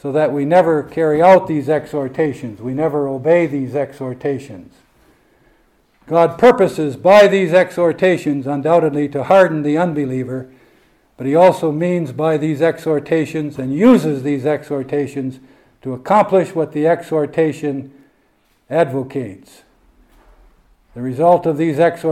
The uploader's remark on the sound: This speech was given at the 2022 British Reformed Fellowship Conference, hosted in Northern Ireland.